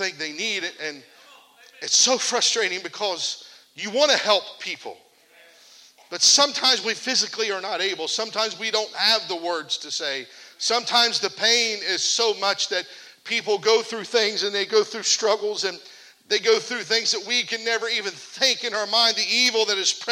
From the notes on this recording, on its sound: This message was preached at the Come Alive Spring Camp Meeting in Shelby, OH.